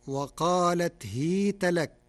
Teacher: قرأ ورش كلمة هيت بكسر الهاء